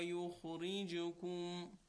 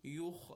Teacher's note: the kha is, although it's sakin, it's still a tafkheem letter. So it always have to be recited with tafkheem.